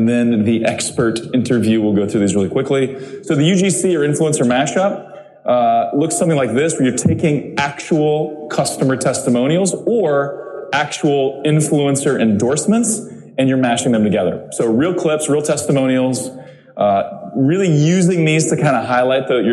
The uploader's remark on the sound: I presented at Social Media Marketing World 2020 in San Diego. This is the recording of my presentation at this paid event.